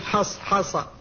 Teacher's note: نطق الحاء من حصحص، فقد جاورتها الصاد، والصاد مستعلية وهي مطبقة، والحاء والصاد كلتاهما مهموستان تصلتان بالهمس وهما متواليتان هنا، وبالأخص تكررتا، تكررت الحاء وتكررت الصاد